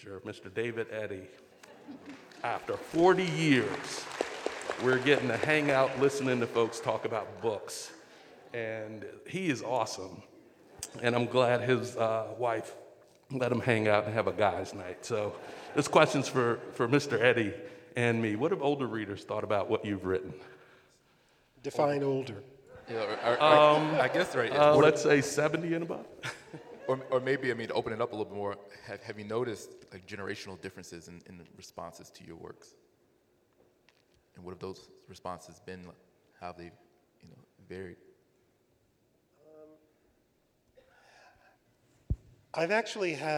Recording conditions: live audience